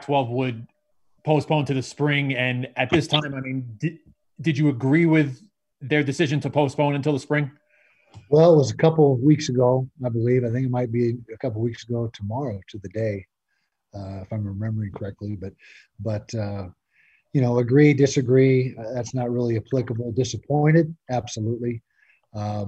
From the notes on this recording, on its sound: during a Zoom press conference